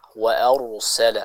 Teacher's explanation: Contohnya di ayat yang ketiga, wa arsala, ya, ra dibaca dengan tebal di sana. Kenapa? Karena dia sukun dan didahului oleh huruf yang mengharokat fathah, sehingga dibaca dengan tebal. · Term: huruf ra